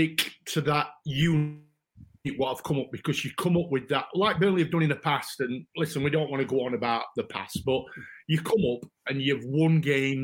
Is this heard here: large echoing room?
no